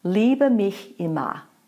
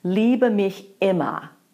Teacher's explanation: So that was just a gentle separation on the word immer because it begins with a vowel. Here's a real glottal stroke on immer. · Shown in: second take